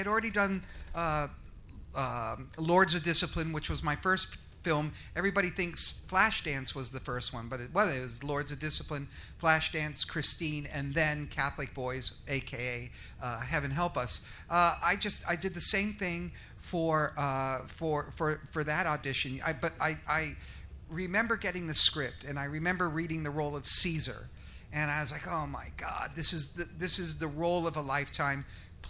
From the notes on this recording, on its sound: LIVE From Flashback Weekend Horror Convention! Recorded LIVE from the stage at The 2023 Flashback Weekend Horror Convention. Have fun with the Flashback audience.